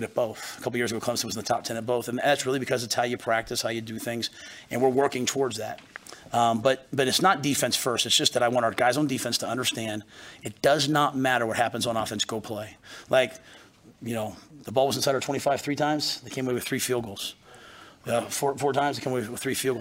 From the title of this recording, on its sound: Post Game Press Conference